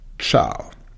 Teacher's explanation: das C wird vor einem I und einem E, einem sogenannten hellen Vokal, wie ein Tsch ausgesprochen